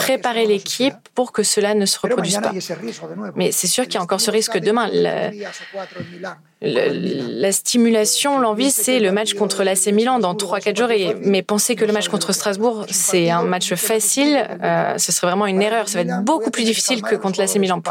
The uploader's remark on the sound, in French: Conférence de presse d'avant match. Poissy.